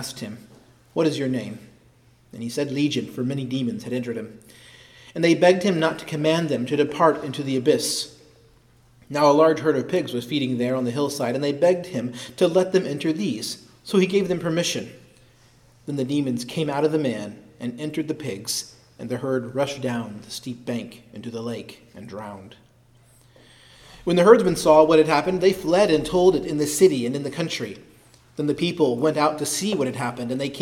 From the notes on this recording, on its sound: preached at Christ Our Savior Baptist Church on Sunday, March 19, 2023